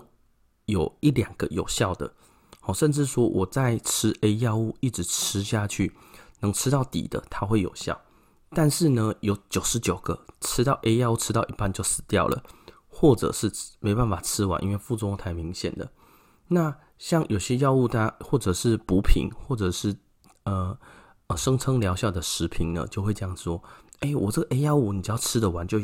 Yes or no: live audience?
no